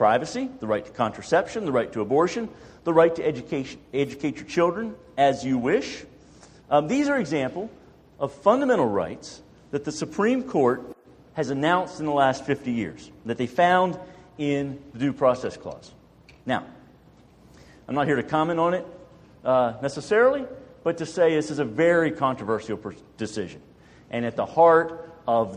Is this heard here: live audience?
yes